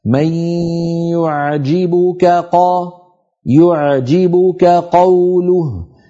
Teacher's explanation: الأمر الثاني مر معنا قوله تعالى ومن الناس من يعجبك قوله، يعجبك قا، لاحظ هنا التقى في النطق كاف وقاف، ونحن نعلم بأن الكاف والقاف متجاورين في المخارج، فعلينا أن ننتبه ونخلص صوت أحدهما من الآخر هكذا، من يعجبك قا، يعجبك قوله، حتى ما تخرج معنا يعجبك قوله مثلا بكافين أو بقافين، فلينتبه إلى ذلك.